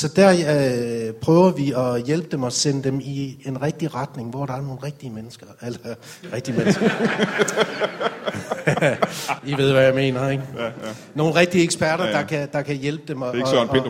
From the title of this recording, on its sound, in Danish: LIVE fra Comedy Zoo København